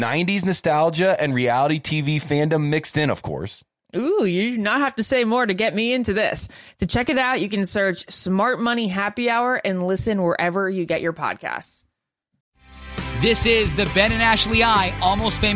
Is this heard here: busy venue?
no